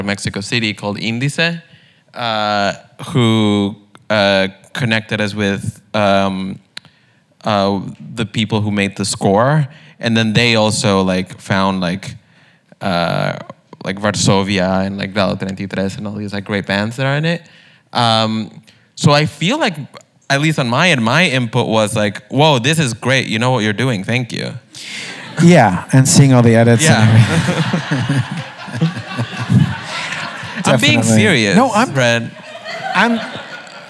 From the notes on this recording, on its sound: The conversation was recorded on August 1, 2019 in front of a live audience at New York's 92nd Street Y.